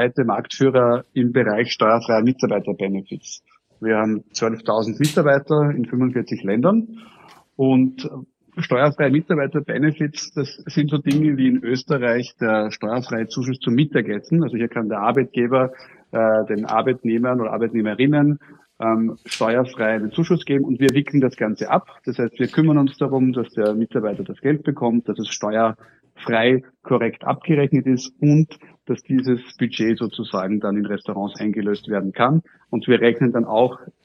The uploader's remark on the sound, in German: Per Live-Telefoninterview.